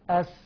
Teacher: الصوت، كلاهما يتصف بالرخاوة لأن الرخاوة جريان صوت، فلما أجي أقول أس في جريان صوت، أس في جريان صوت، لكن هنجد فيه صوت زائد على السين، هذا الصوت الزائد ما يعرف بالصفير. يبقى لما نيجي نقول اصطلاحا صوت زائد يخرج من بين الثنايا وطرف اللسان عند النطق بأحد حروفه.